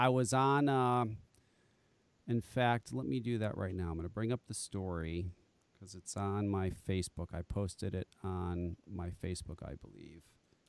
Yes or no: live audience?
no